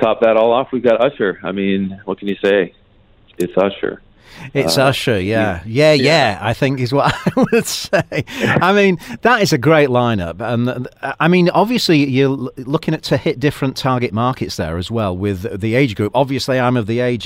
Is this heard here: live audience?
no